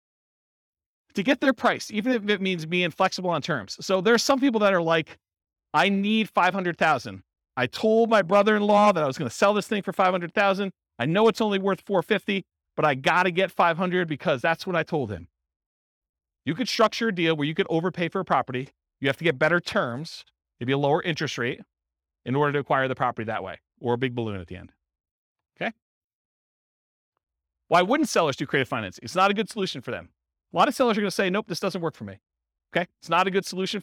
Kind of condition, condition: setting, live audience